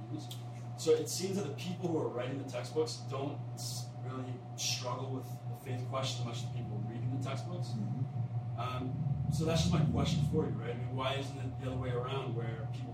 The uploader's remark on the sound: Q and A at a coffee shop in Toronto